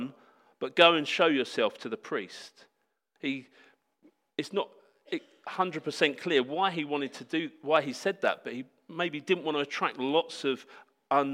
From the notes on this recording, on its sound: Sermon preached at Hope Church Sevenoaks UK